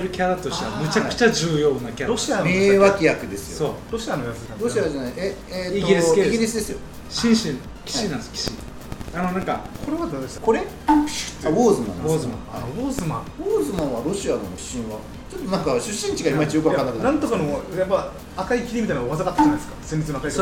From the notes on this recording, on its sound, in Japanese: 収録場所 やんばる酒場MO－RI